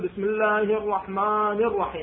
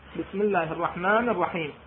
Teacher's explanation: انخفاض اللسان من عن الحنك الأعلى، يصير لي جوه اللسان إلى قاع الفم، وكذلك هو من حروف الإبلاغ، يعني يكون سريع سرعة النطق شنو بحروفه زين، فلا يفخم حرف الميم عند قراءتي بل يرقق · Shown in: second take · Term: حرف مرقق